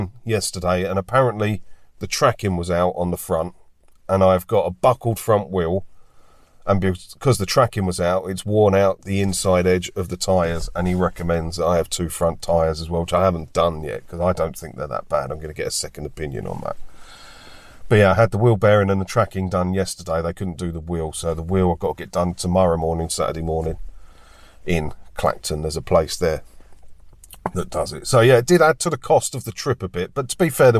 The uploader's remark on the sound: Join me for a chat in my car today